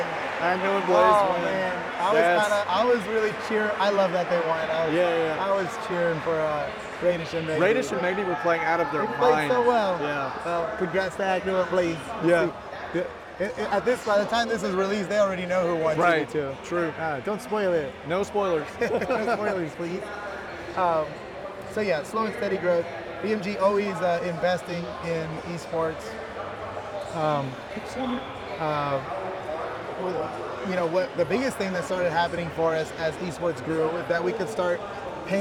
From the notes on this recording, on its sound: live at the Cobb Galleria, inside the BCX venue, on Championship Sunday